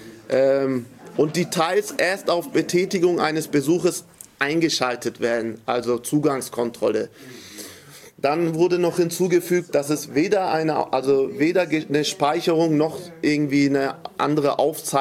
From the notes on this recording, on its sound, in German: Dies ist ein Mitschnitt von der Informationsveranstaltung der Black Community Hamburg